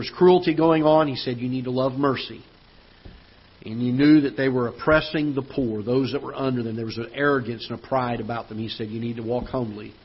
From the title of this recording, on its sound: Ketha Heights Baptist Church ~ Live Broadcast